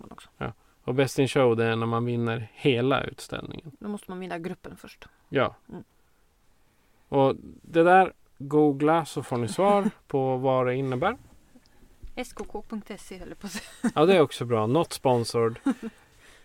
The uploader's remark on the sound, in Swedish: On The Road i en Husbil. I appen Podbean som vi använder för att spela in avsnitten on the road finns en light-version av en soundboard där fåtal slingor ligger inne. Därför hör ni lite musik i början och slutet av avsnittet.